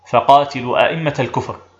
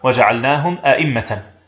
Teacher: وأما أئمة ففيها وجه واحد، وهو تسهيل الهمزة الثانية من غير إدخال، سواء أكانت معرفة أم منكرة.